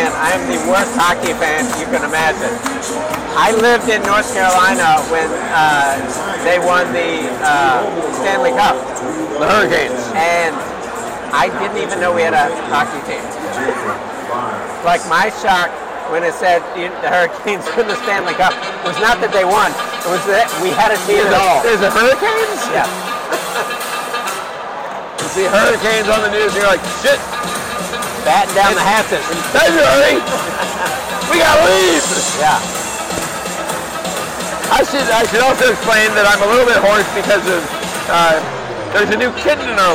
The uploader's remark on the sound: It’s been a real boon to the New York baseball teams to have us recording at their games.